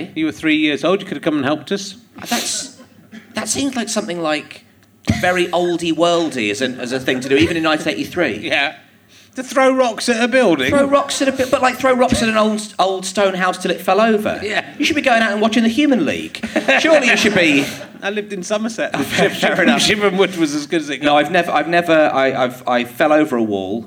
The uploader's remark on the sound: Leicester Square Theatre Podcast.